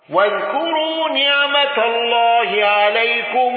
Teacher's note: قالون بصلة ميم الجمع مع القصر